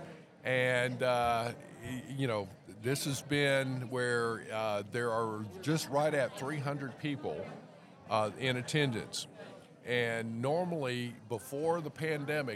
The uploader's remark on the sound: Produce episodes while at the annual ICPA Fall Conference. The conference took place this year on October 16-18 2022 in the Dallas-Ft. We set up our microphones and cameras to talk to attendees, sponsors, exhibitors, and the host of the event.